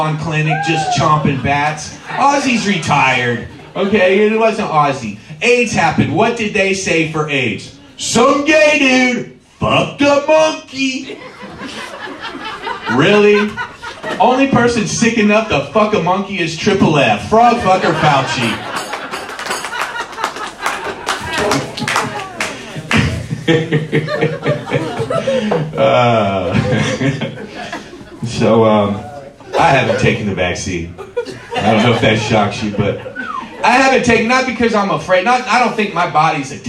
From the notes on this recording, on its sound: We go to West Milton Ohio to hear. Perform a comedy show in front of the locals.